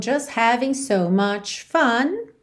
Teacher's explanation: também não se ouve o G de having, ok? Da terminação ing.